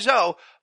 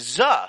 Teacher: the standard American pronunciation does often allow for either a long O like zo, but also for a schwa sound